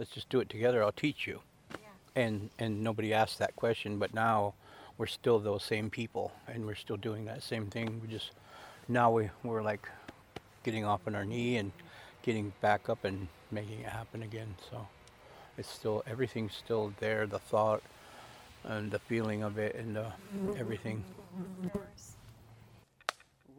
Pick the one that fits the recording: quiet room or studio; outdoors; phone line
outdoors